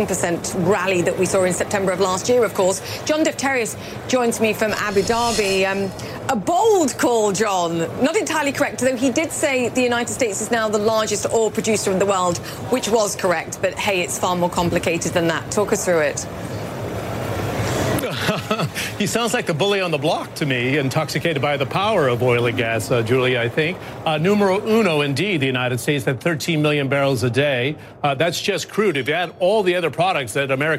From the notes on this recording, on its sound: live from the New York Stock Exchange